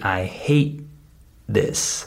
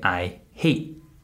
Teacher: So the word hate, the T at the end is muted. I don't say, I hate. · Term: muted consonants